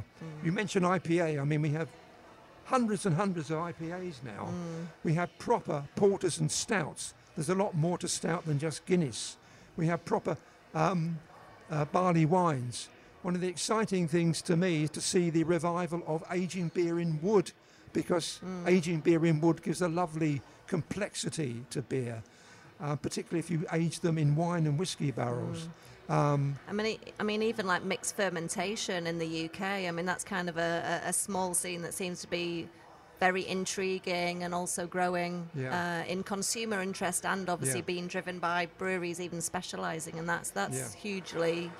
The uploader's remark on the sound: We hosted an intimate conversation and audience Q&amp;A. Listen in to our first collaborative podcast in which we hosted an intimate conversation and audience Q&A with one of the world's leading beer writers. Hear a little Kurious Arts studio chat inbetween. Followed by this event and podcast recording. Interview Recorded by Cornucopia Radio.